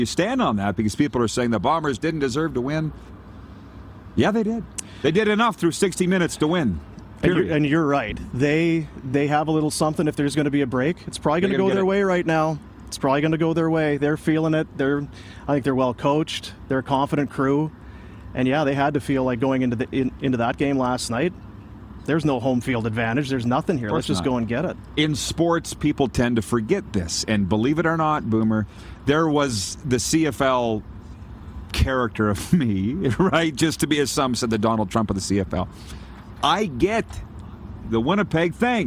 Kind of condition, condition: setting, busy venue